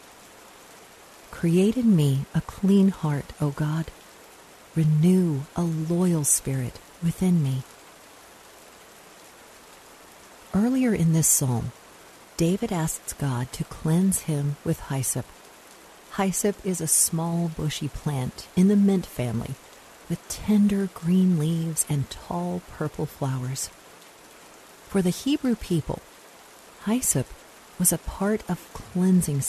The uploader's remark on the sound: Relax to the sounds of rainfall.